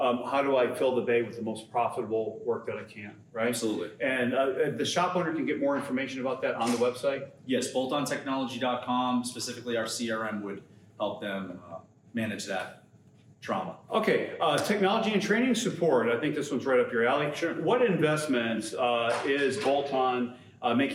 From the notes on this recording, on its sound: at the AMRA (Automotive Maintenance and Repair Association) MAP (Motor Assurance Program) January 2024 conference.